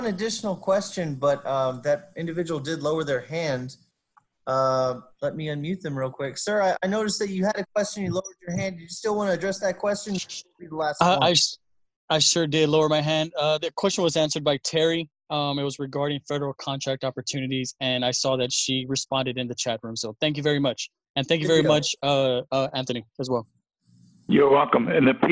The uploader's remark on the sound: U.S. SBA & UTSA SBDC Accelerator Zoom Webinar.